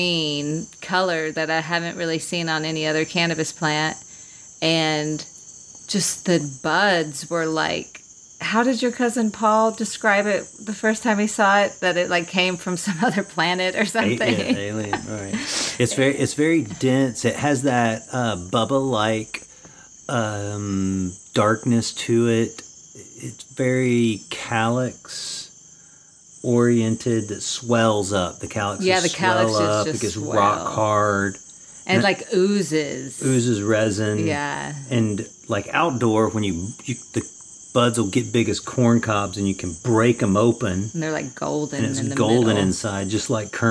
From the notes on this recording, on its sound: Recorded this episode in the Amazonian jungles of Peru at Refugio Altiplano, an Ayahuasca Retreat.